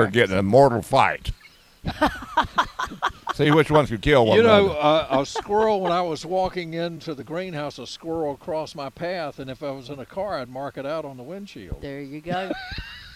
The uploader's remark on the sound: broadcasting live from Campbell Road Nursery